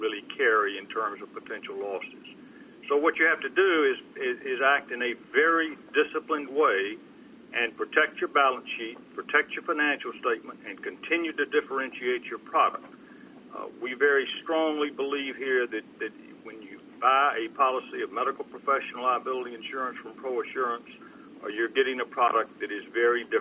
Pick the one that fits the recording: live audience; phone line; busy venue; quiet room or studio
phone line